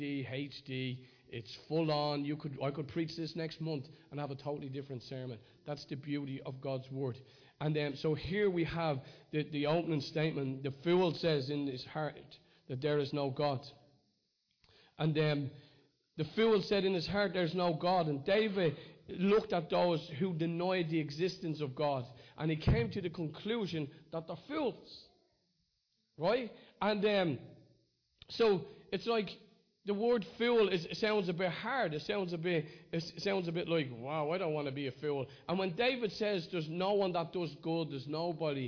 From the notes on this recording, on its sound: Recorded live in Liberty Church in 2019